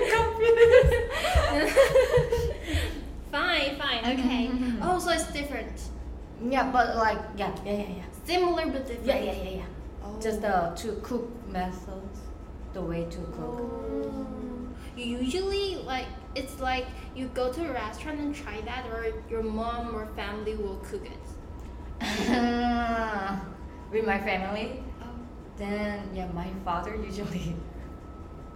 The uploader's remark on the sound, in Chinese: 由於錄音環境限制，這一集雜音比較多，請見諒。